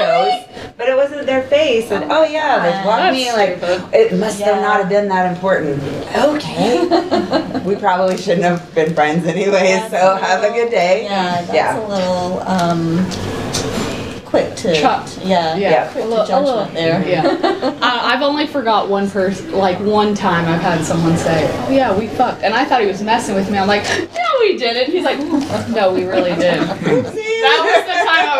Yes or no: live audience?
yes